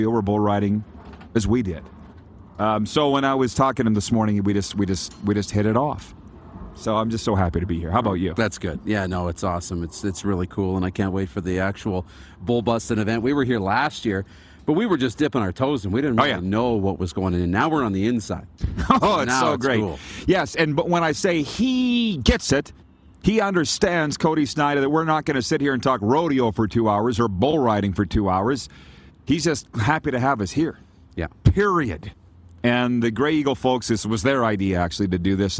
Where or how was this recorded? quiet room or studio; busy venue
busy venue